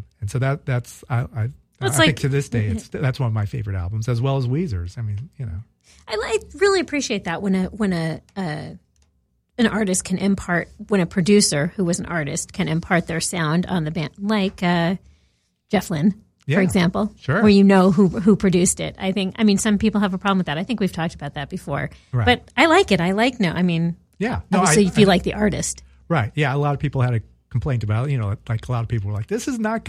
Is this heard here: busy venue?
no